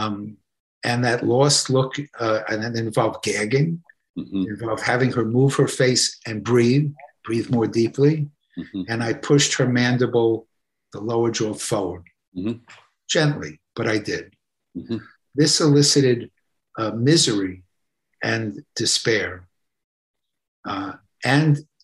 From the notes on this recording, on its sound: This episode features the audio from one of the ACO case presentation webinars.